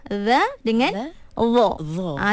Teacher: Beza dia dari segi sifat dia. Sifat satu dia tebal satu nipis. · Term: idgham mutajanisain